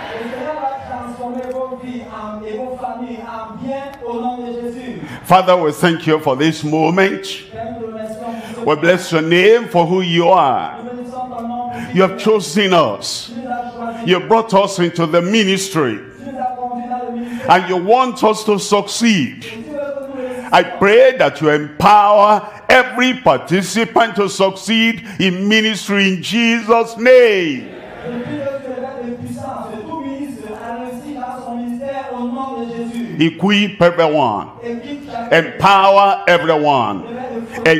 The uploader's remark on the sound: live from Douala, Cameroon.